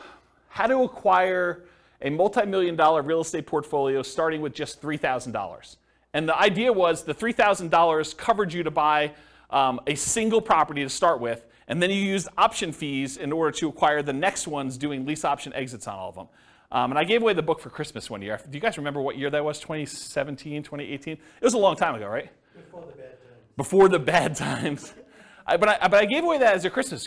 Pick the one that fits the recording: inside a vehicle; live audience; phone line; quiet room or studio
live audience